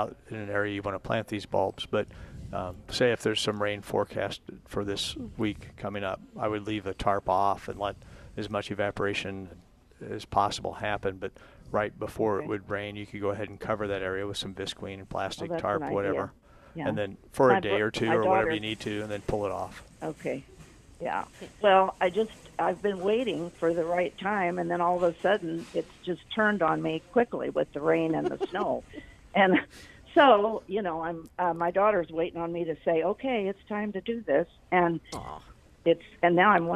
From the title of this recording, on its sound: Plant Experts Live from Prairie Gardens